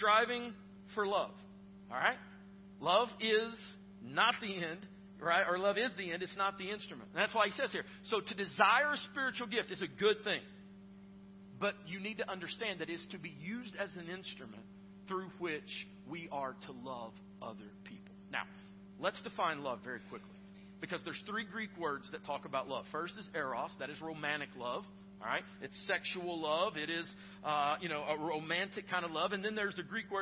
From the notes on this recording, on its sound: Preached at Northstar Church (south campus), in Knoxville, TN